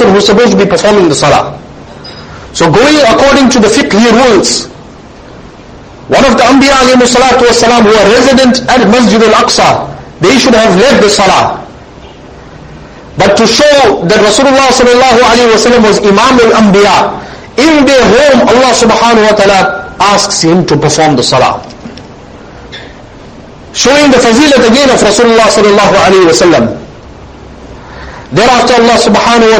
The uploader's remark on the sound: Jumuah lecture.